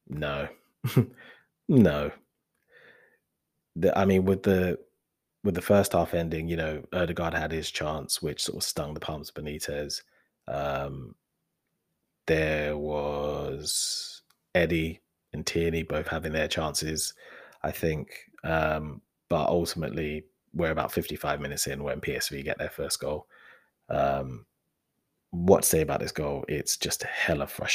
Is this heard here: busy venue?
no